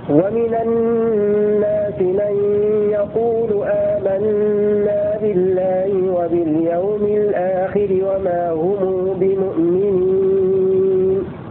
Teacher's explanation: نأتي بعد ذلك بصلة الميم لقالون